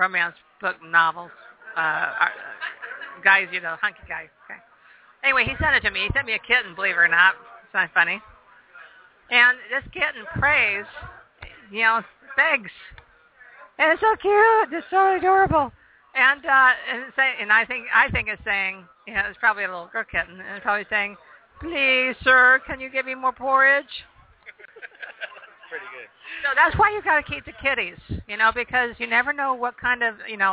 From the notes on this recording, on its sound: We are LIVE out at the first ever, Geek Day at the Phoenix Film Festival.